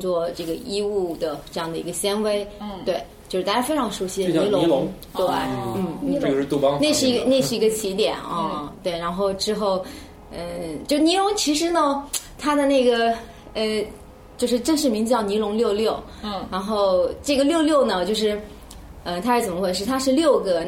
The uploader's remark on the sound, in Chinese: 本期节目为在张大妈办公区用录音笔录制，可能有街道上的杂音，请见谅。